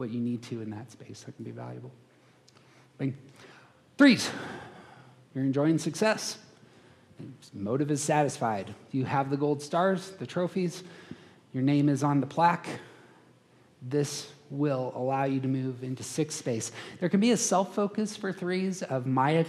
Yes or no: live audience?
yes